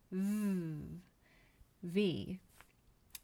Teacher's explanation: When you pronounce the sound V, it's similar, but there's two small differences. First, you're touching your top teeth to your bottom lip rather than both lips together. Second, you are letting a little air escape between your teeth and lips.